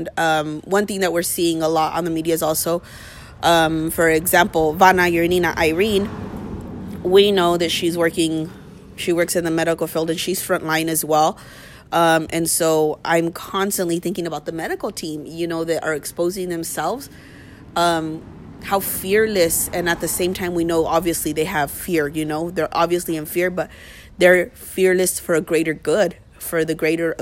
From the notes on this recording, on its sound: We sat outside